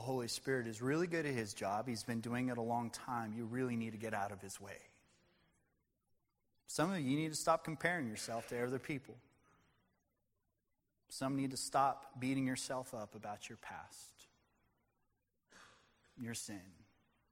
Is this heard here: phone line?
no